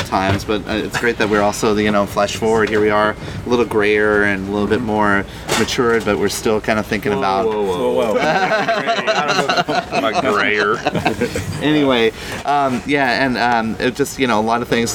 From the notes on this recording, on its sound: Recording live from the Healthcare Internet Conference in Scottsdale, AZ. Head outside to record a show.